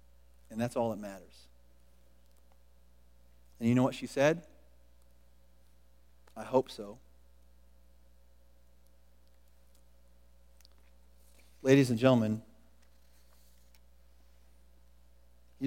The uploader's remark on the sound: Was recorded at The Calling Community Church located in Platte City, Missouri. Services are held at the Platte County High School Auditorium.